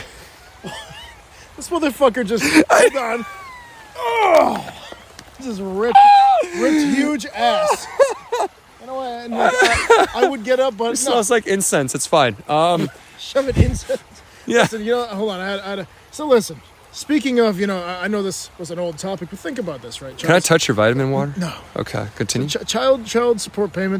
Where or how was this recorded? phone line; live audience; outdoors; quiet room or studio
outdoors